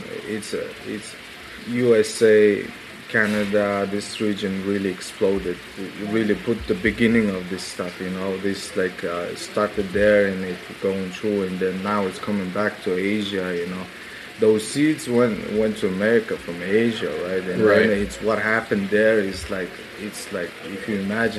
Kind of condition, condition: setting, busy venue